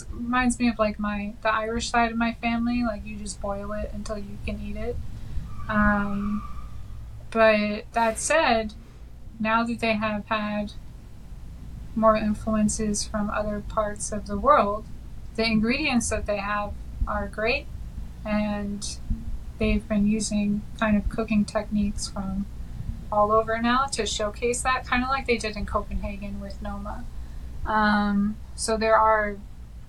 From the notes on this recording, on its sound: Technical difficulties aside